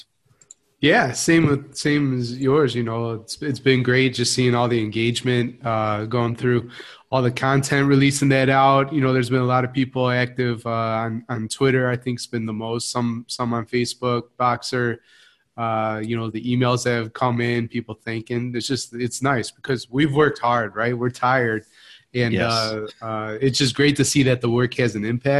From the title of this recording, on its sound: Live Webinar